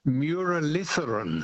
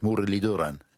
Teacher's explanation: the TH is a D, which is a dental T with, I think, your tongue touching your teeth · Shown in: second take